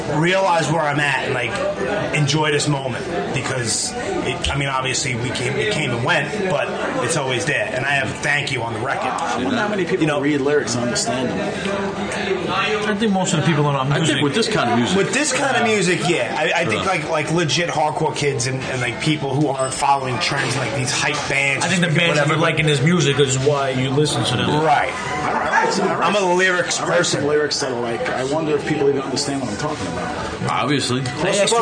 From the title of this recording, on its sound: Live from Carlo's Pizzeria in Queens